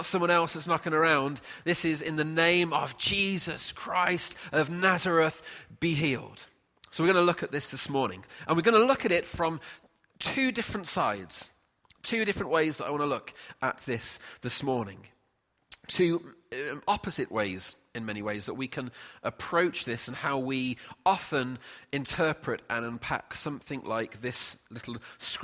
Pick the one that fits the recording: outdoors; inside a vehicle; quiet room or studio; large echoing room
large echoing room